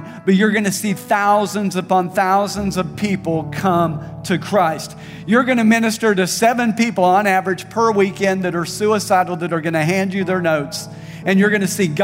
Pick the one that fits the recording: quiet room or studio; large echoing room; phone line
large echoing room